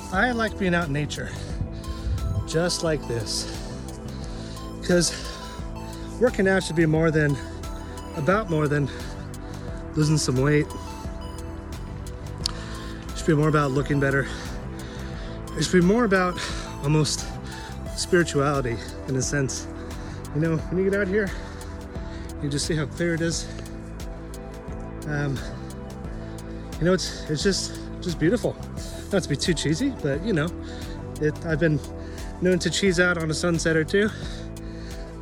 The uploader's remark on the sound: I take you on my weekly exercise routine in the outdoors